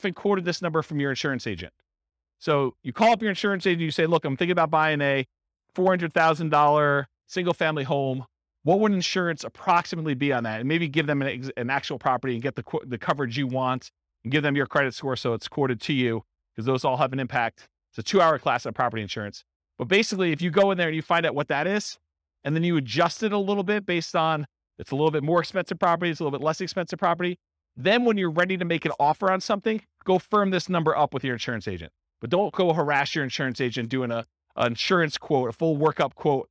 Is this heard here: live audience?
yes